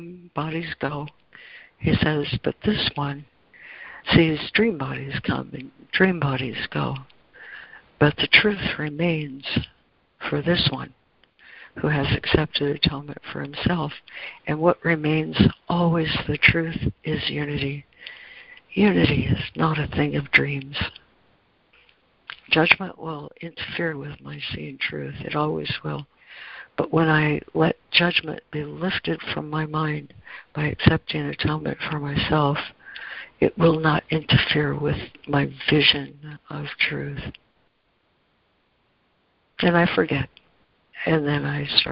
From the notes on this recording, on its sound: ACIM Daily Conference Call